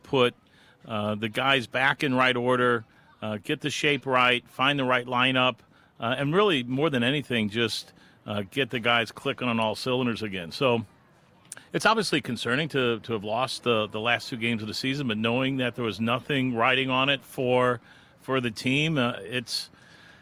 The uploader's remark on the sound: Louis CITY SC playoff rally at Lou Fusz Plaza outside CITYPARK